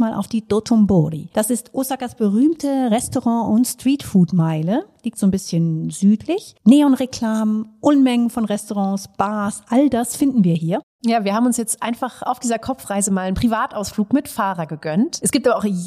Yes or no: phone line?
no